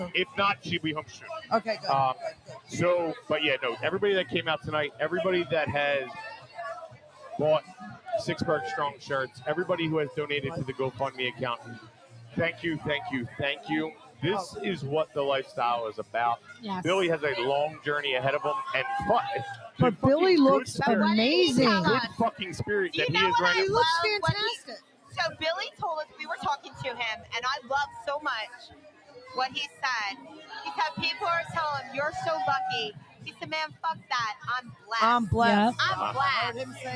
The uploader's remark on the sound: We are LIVE from TPA for the Sixburgh Strong Karaoke.